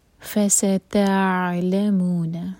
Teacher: یہاں پر عین پر جھٹکا نہ آئے اور نہ ہی حمزہ کی آواز آنی چاہیے. یہاں پر یہ تع، عین کو فلو ہونے دیں، گردن کو ٹائٹ نہیں ہونے دینا.